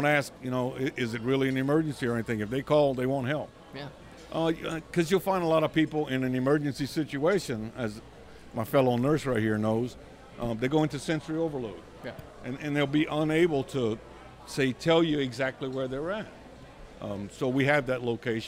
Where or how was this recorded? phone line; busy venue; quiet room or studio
busy venue